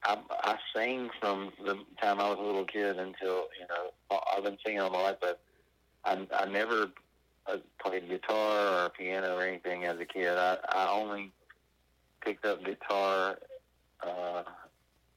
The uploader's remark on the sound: burnt the phones down to Natchez, MS